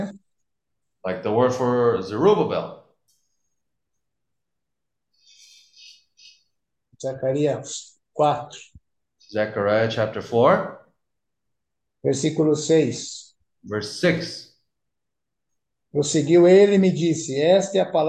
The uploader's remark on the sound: zoom meeting